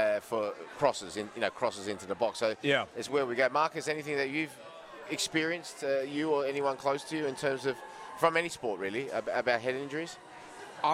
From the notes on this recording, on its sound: live from Wahlburgers in Circular Quay